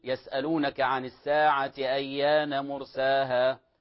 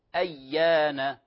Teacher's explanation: الياء هنا مشددة فلا نسهل أو لا نخفف الياء هنا · Shown in: second take · Term: ياء مضاعفة